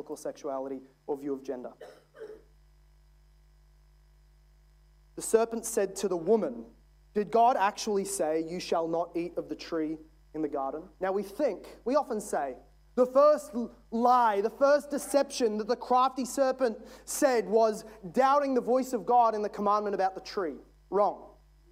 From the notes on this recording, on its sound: This is from session seven of our Stand Firm Conference in 2022.